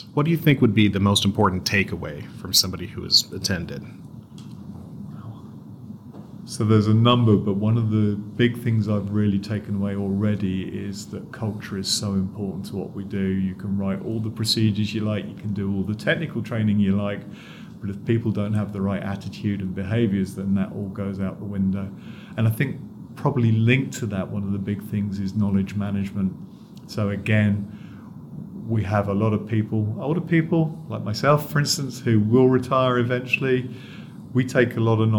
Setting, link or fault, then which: setting, busy venue